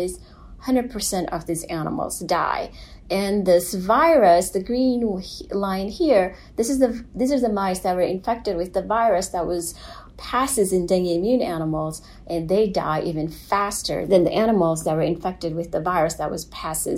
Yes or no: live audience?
no